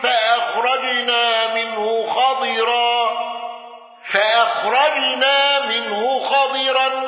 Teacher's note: الأزرق على الوجه السابق بتفخيم راء خضرا وصلا